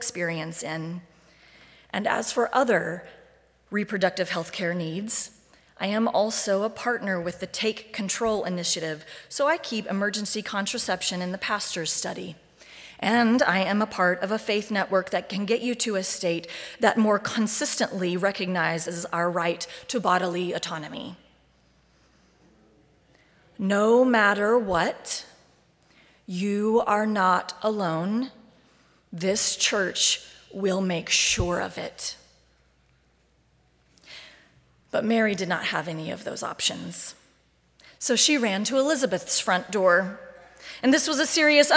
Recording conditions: large echoing room